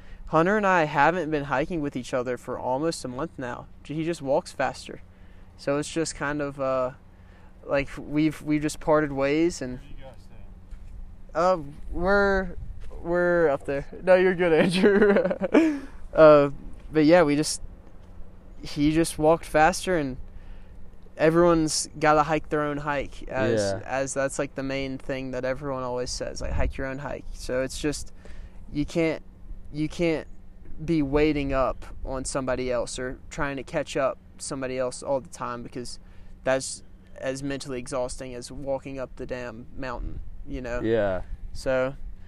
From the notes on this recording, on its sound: talk at mile 700 of the Pacific Crest Trail.